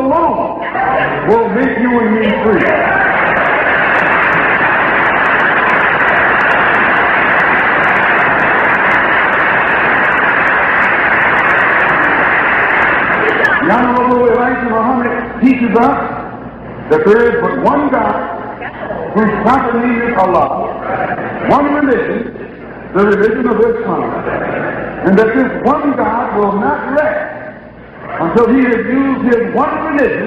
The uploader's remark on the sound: Abyssinian Baptist Church June 12 1963